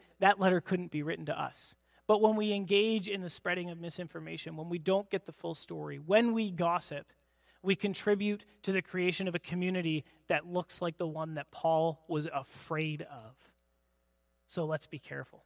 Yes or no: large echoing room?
yes